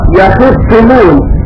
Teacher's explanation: وقرأ يعقوب وخلف العاشر بكسر الخاء وتسديد الصاد